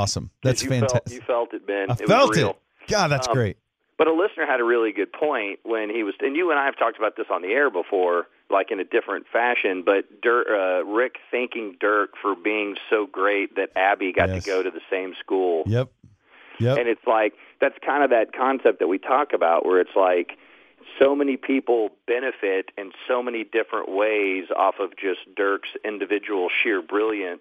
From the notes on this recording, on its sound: called in live from San Antonio